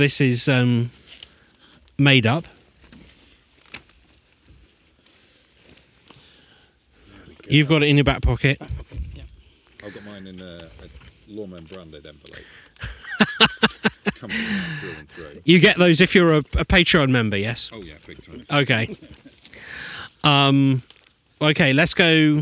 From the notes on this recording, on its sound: We were back on location at the Hoar Stone and Tomb in Enstone Oxfordshire on Mid-summer eve, to tell ghost stories and folklore tales, and see if this stone might walk at midnight. We tried some live psychic tests.